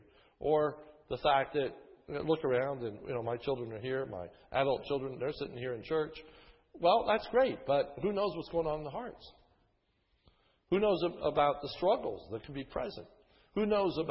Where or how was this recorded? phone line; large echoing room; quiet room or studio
large echoing room